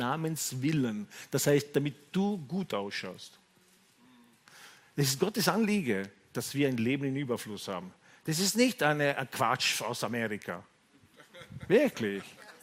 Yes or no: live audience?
yes